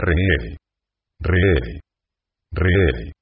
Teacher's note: La R no se hace vibrar, sino solo se pronuncia de una manera simple